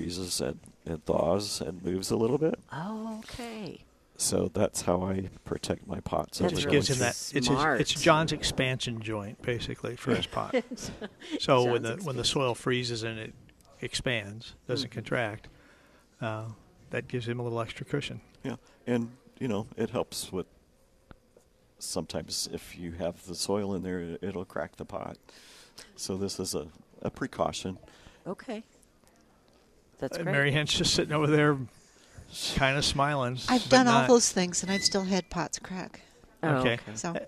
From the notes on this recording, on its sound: Plant Experts Live at Prairie Gardens.